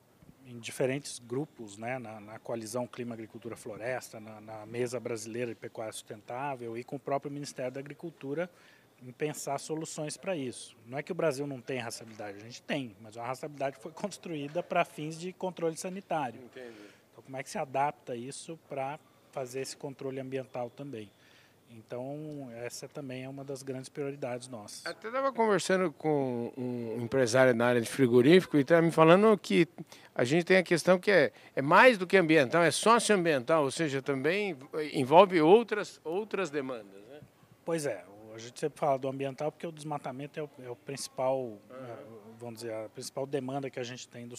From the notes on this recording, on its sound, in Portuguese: prosa gravada durante o “Diálogos Boi na Linha”, evento promovido pelo Imaflora